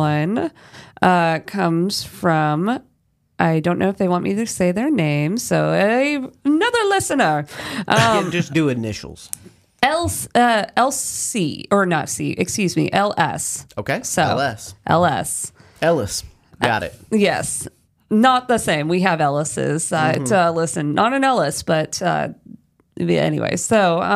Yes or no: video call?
no